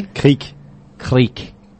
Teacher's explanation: We would say Kriek, but there's a roll in there.